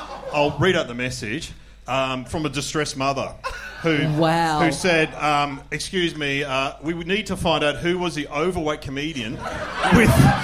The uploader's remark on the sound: We're LIVE from Melbourne